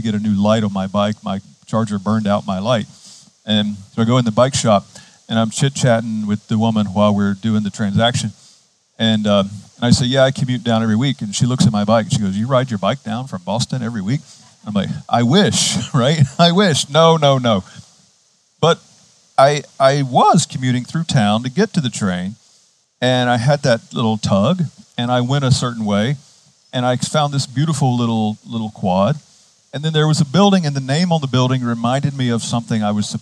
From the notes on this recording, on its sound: Outdoors this season, outside the Retreat House. On the beautiful and scenic campus of Gordon Conwell Theological Seminary 130 Essex St, South Hamilton, MA 01982.